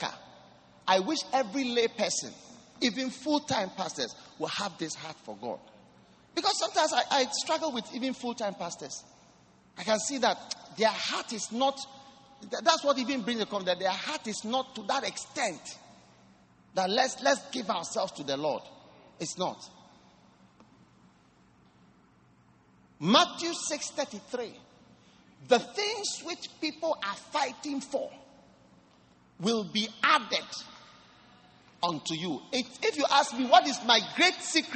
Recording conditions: large echoing room